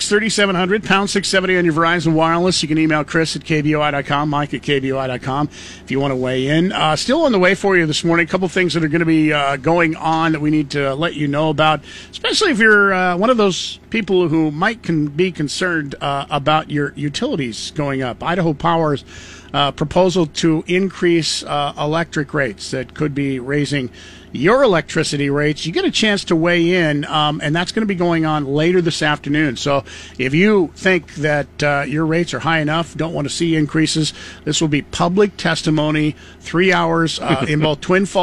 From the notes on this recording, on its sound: LIVE from the TOY DRIVE